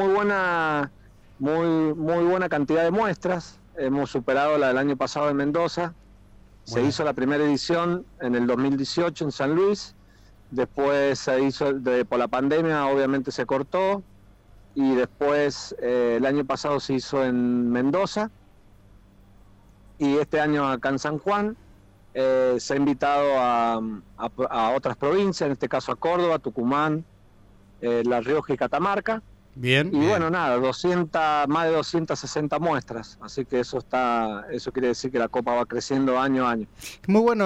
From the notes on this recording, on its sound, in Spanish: Charlamos por teléfono